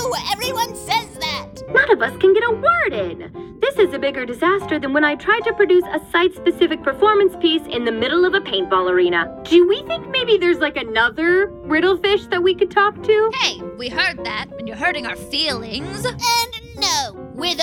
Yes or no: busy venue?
no